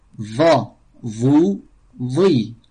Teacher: c'est le bout de la langue avec les incisives supérieures